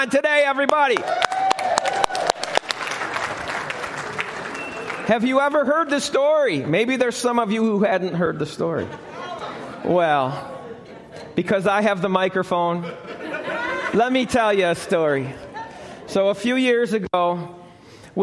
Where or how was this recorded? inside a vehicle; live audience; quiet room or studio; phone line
live audience